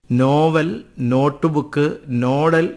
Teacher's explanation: English ഭാഷയിൽ നിന്ന് പദങ്ങൾ സ്വീകരിക്കുമ്പോൾ ആദ്യാക്ഷരത്തിൽ തന്നെ വർഷ്യാനുനാസികമായിട്ടാണ് ആ ലിപിയുടെ ഉച്ചാരണം. നോവൽ, നോട്ടുബുക്ക്, നോഡൽ എന്നിവ ഉദാഹരണം.